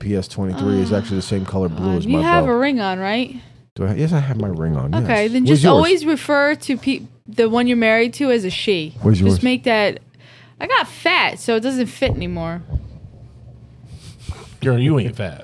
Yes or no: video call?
no